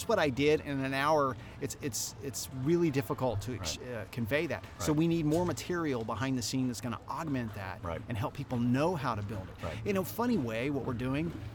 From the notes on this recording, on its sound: The skucamp experience live from The Ace.